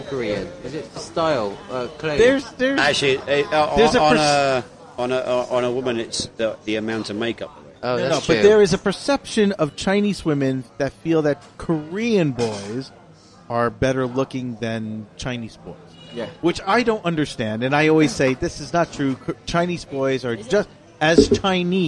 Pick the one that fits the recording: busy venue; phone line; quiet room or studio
busy venue